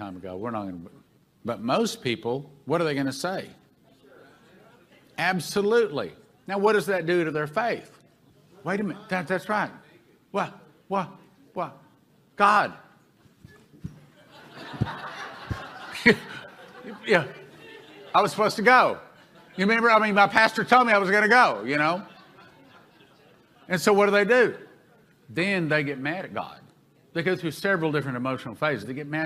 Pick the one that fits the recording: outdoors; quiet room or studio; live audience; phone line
live audience